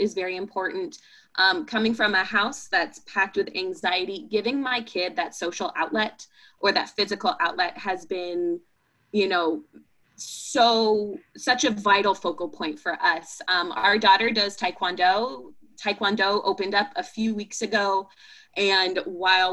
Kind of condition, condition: link, video call